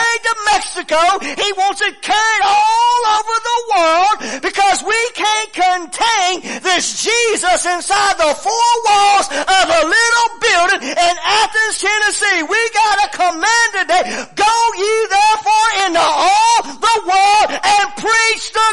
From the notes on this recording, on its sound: preaching at Family Worship Center in Athens Tennessee